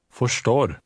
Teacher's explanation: Notice that the RS combination sounds like RSH in English.